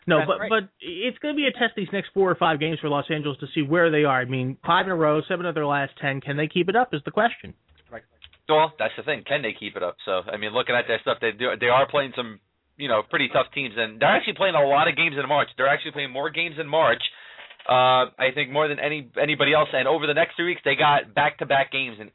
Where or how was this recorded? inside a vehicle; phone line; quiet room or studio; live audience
phone line